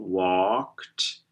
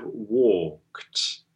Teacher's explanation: It's round. It's really an O sound, an open O that is long. · Shown in: second take